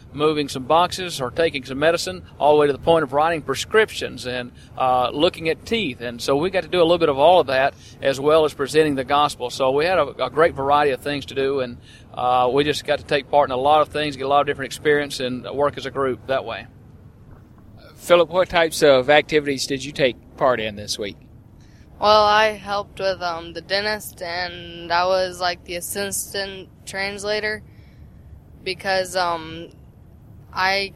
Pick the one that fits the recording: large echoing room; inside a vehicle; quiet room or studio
inside a vehicle